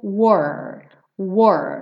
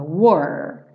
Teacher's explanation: Só o W-O-R enrolando bem a língua.